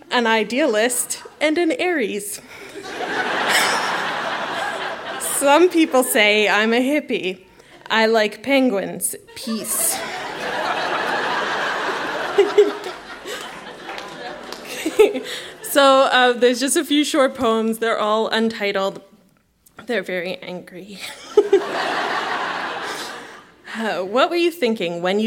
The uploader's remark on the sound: Recorded live at the Hot Docs Podcast Festival in Toronto.